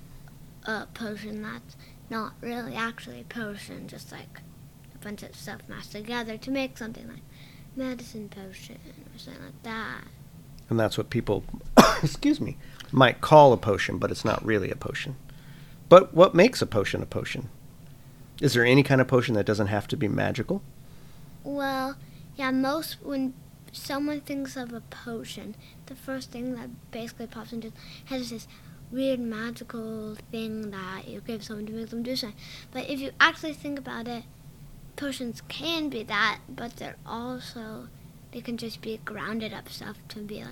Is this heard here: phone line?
no